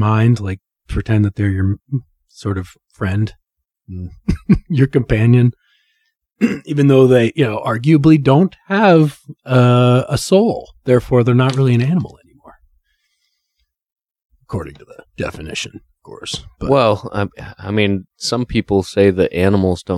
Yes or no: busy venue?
no